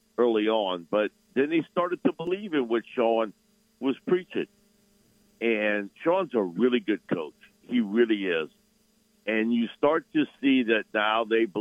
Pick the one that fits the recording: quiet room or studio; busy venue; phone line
phone line